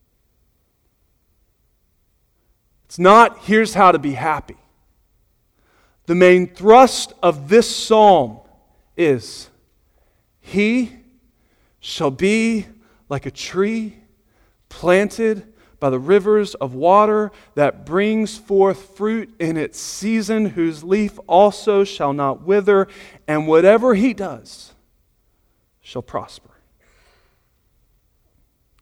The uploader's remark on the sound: Sunday Morning Sermon Audio